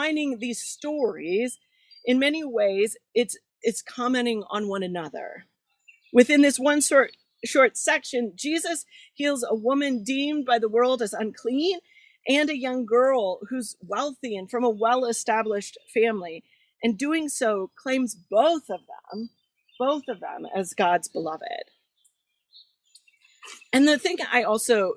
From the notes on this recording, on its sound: This is the recording from June 27th at Garfield Community Farm where we worship each Sunday during the summer of 2021.